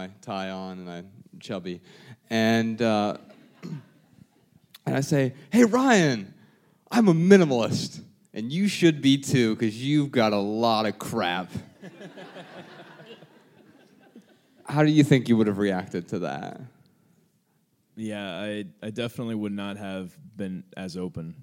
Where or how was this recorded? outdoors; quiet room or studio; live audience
live audience